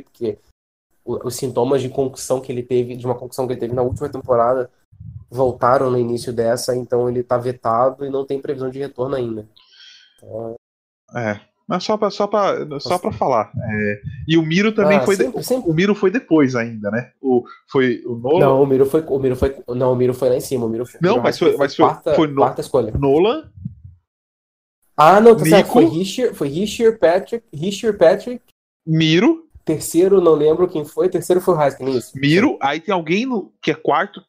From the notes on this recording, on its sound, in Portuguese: Pedimos desculpas pelas falhas no áudio, infelizmente não houve tempo hábil para regravar.